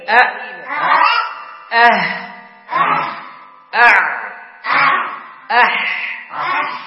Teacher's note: من أين؟ انظر، كلما أخذنا حرف شعرنا أنه يرتفع المخرج قليلا